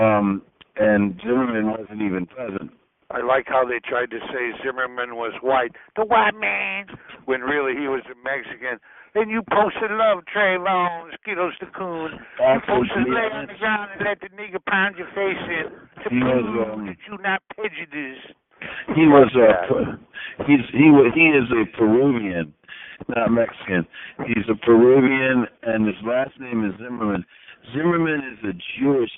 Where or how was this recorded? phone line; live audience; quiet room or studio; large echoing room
phone line